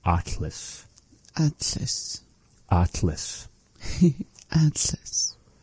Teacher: making this really big, open ah vowel and bringing the tongue up towards the behind the two front teeth, saying it.